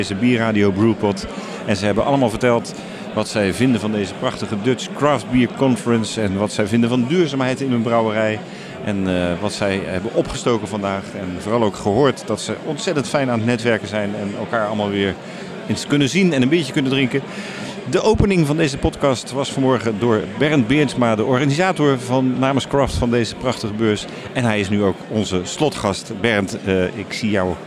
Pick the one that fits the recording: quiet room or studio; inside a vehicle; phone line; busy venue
busy venue